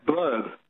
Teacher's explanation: schwa in the middle, even though it's UR. Blurb. Or if I say it quickly, it's blurb.